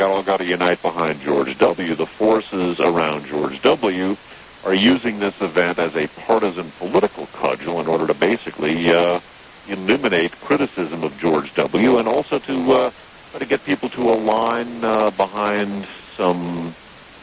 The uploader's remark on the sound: Recorded just past midnight on 9/20/2001, this broadcast is a [somewhat distorted] conversation recorded via telephone hookup.